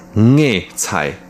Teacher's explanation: der NG-Laut am Anfang